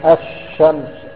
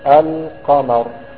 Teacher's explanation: فالشمس اللام دخلت الشين القمر اللام ظهرت. ضمناها قلبناها قلبناها شين قلبنا اللام شين وقلناها في الشين فقول بقى هذا الإدغام منه الواجب ومنه الجائز ومنه الممتنع مع الايه مع المتقاربين.